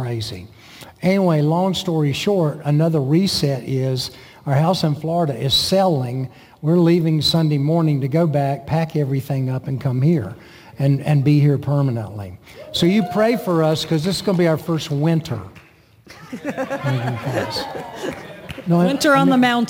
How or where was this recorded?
large echoing room